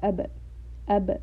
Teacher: if there is a ba with a sukoon in the word ab, for example, you can hear there is a bouncing sound, ab, ab. So there is that slight echoing. · Term: qalqala